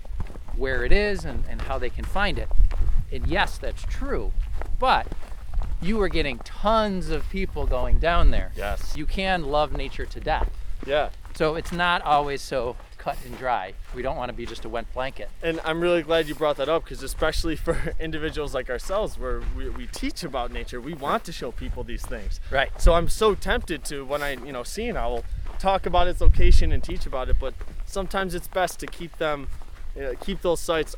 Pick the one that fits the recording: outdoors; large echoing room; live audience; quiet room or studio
outdoors